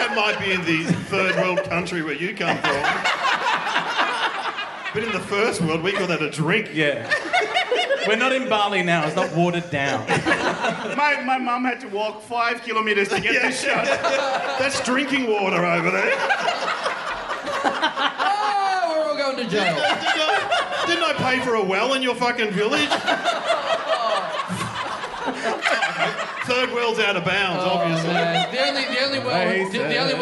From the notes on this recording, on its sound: Recorded LIVE at The Croxton, Thornbury on June 25th, 2016.